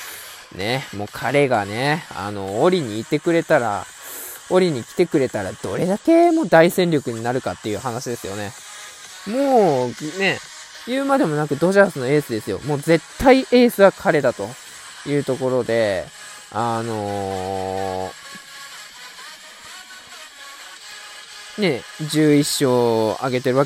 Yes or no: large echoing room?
no